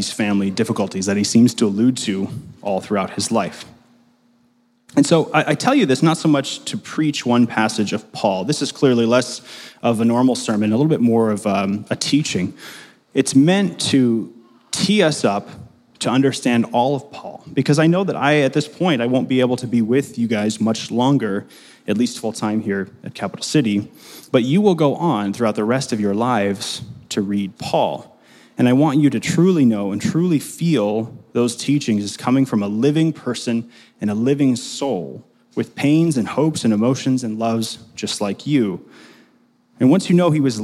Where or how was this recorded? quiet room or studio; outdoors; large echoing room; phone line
large echoing room